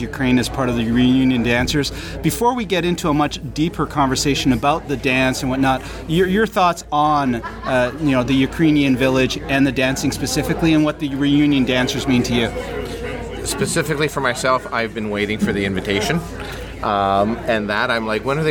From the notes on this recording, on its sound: Recorded at Ukraina Village in Brantford, Ontario, on July 3, 2013. Recorded at Ukraina Village in Brantford, Ontario.